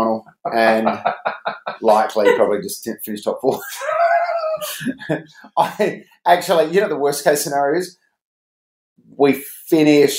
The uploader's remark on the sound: the audio is a bit tinny